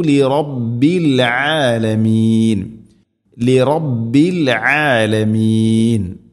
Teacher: ആലമീൻ എന്നതിലെ ഐന് തൊണ്ടയുടെ മധ്യഭാഗമാണ് മഖ്റജ്, കൃത്യമായിട്ട് ഉച്ചരിക്കണം. അതുപോലെ തന്നെ ആലമീൻ ആ നീട്ടൽ മദ് ആർദുൽ സുക്കൂൻ, രണ്ടോ നാലോ ആറോ ഹർക്കത്തിൻ്റെ ഖദറിൽ നീട്ടാവുന്ന മദ്ദാണത്.